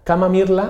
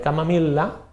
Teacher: Per exemple, la pronúncia abre en lloc d'arbre, en què la primera R desapareix. O camamirla en lloc de camamilla, en què una L es transforma en R · Shown in: first take · O dir bona nit en lloc de bona nit, en què la primera N es transforma en R. · Term: dissimilació